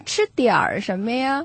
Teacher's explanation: 就是在点的后边就加了一个儿了，因为刚好那个吃字又是翘舌音。嗯点不是，但是儿是，就吃点儿什么呀？嗯，叫我听起来就是吃点什么。我就发觉咧，即系我都有去台湾啊、上海啊，或者系北京啦、啊嗯。我发觉咧，北京人讲嘅普通话咧系真系快嘅。对， · Term: 儿化韵